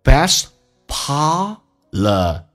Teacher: t 去掉这叫略音，后面是以辅音开头